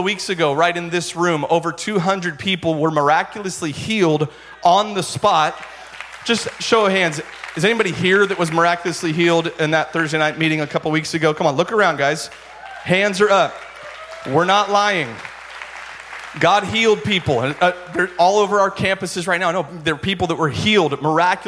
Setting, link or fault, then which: setting, large echoing room